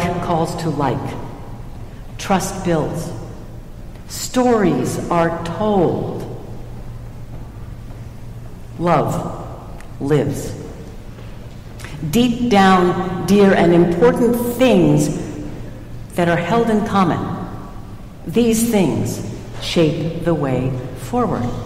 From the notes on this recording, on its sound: Recorded at Trinity Church, Princeton NJ